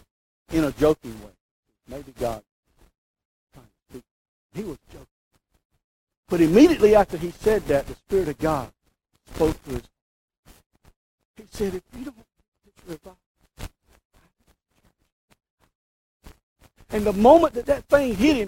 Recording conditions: poor sound quality